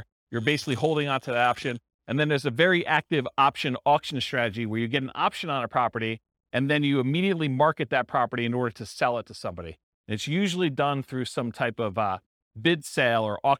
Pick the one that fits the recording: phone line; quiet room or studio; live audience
live audience